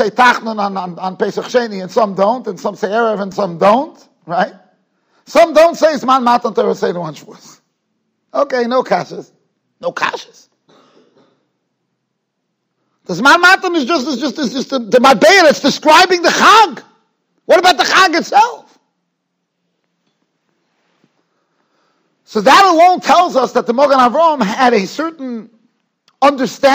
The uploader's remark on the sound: Shiur recorded in Yeshivas Ohr Reuven, Monsey, NY.